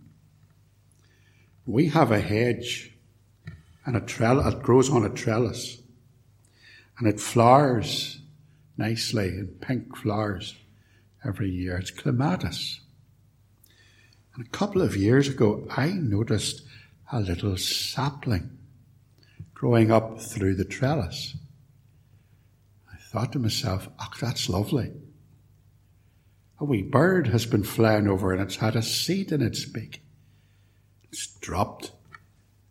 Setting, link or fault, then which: setting, large echoing room